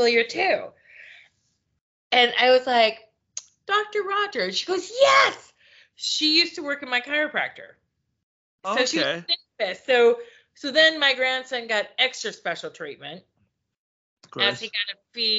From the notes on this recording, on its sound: the skype call was recorded